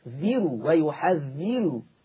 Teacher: وهنا الراء تحقق هذا الشرط، الراء مضمومة وقبلها الذال مكسورة، كسر أصلي ومتصل في ذات الكلمة، لأن الذال والراء في كلمة واحدة. · Term: ترقيق الراء